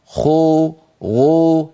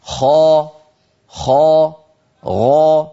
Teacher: يا أخي أنت بهذا العمل تخلط صوت الفتحة أو صوت الألف التي بعد حرف الاستعلاء بالواو، تخلط صوت الفتحة بالضمة أو صوت الألف بالواو، وهذا إشمام، هذا إشمام غير وارد. العرب لا تقول خو بل تقول خا